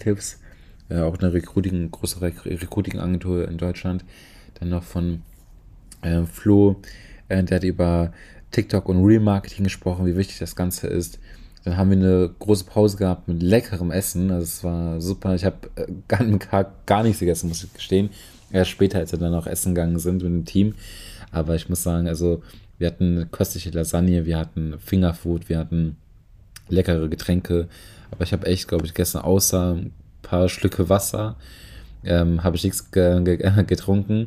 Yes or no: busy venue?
no